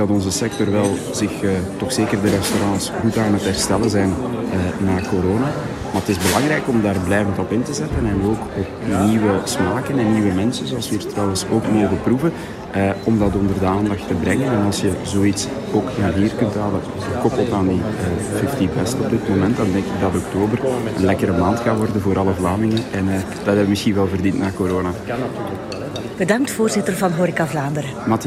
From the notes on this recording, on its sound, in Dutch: Satellite Gourmet on the Road voor Flanders Food Festival. Satellite Gourmet was te gast op de persconferentie van Flanders Food Festival.